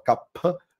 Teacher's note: No sânscrito, de verdade, a gente fala Kapha, né? Que é esse P, né, com uma tossezinha em cima